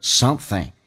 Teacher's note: something 这个单词，记住又咬舌又往后鼻音 something。有些老外喜欢简化，把后鼻音发成前鼻音 something，还有老外喜欢把 e 发成 asomething，还有老外把咬舌音都不发变成 something，都可以啊。